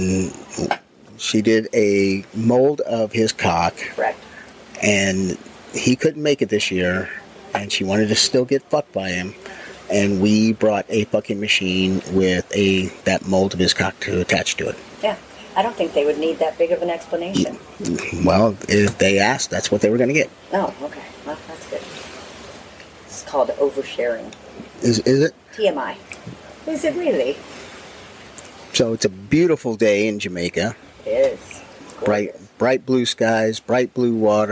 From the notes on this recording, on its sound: LIVE from Hedo 2023! Take you on an exciting journey from the heart of Hedonism 2! As they explore the lively piano bar and take in the enchanting atmosphere.